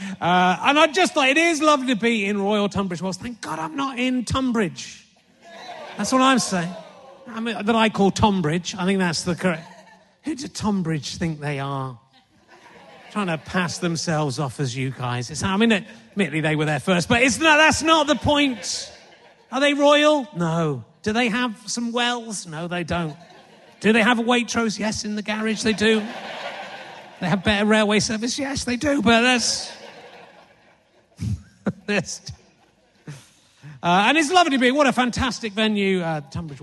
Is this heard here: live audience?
yes